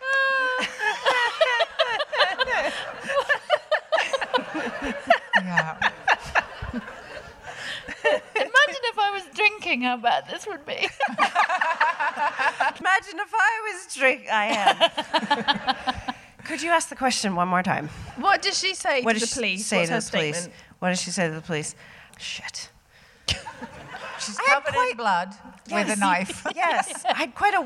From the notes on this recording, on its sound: DWSC LIVE. As this was recorded in the latter part of the DWSC sold-out Edinburgh run. Finally we hear from a member of the audience who presents a family mystery for the gang to solve...